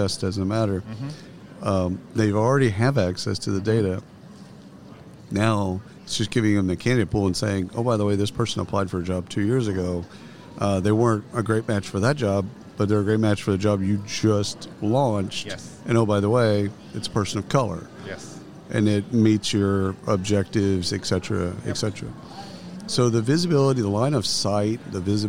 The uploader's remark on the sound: Live from SHRM 2022.